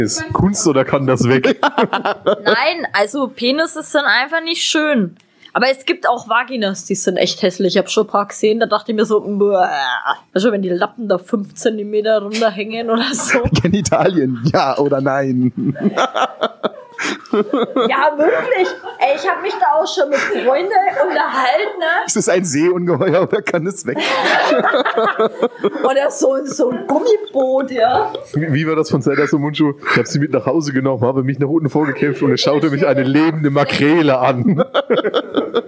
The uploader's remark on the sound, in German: Bitte bedenkt das alles mit einem portablem Setup in einem vollen Tattoostudio aufgenommen worden ist.